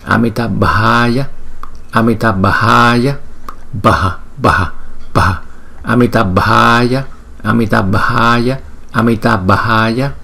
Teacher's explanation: chúng ta đọc chữ A có dấu gạch ngang trên đầu, chúng ta đọc cái thời lượng của nó là 2 nhịp. Còn chữ A không có dấu gạch ngang trên đầu thì chúng ta đọc thời lượng của nó là 1 nhịp.